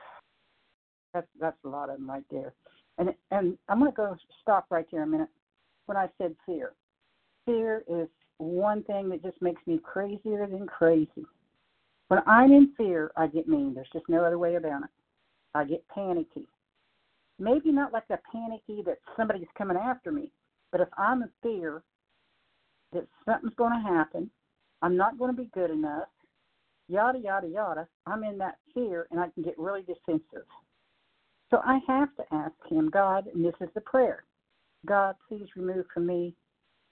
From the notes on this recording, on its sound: 100 Pounders Phone Meeting, 12/23/23